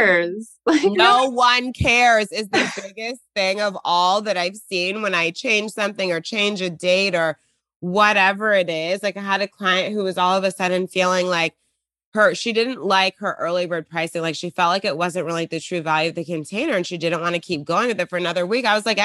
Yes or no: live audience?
no